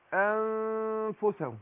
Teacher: برضو مول أنفسهم أظهرت النون. أنا عايز أخفيها. أخفي النون عند الفاء